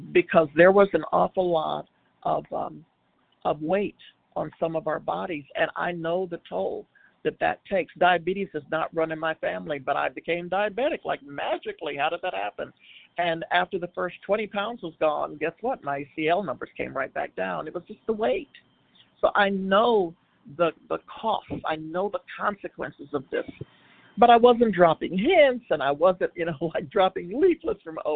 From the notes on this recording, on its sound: from the 100 Pounders Phone Meeting, 8/5/23